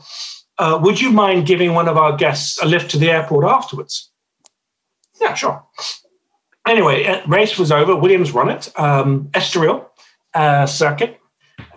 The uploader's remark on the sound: this episode was first recorded as a webinar in Feb 2021 and converted to a podcast so we could all enjoy it away from our screens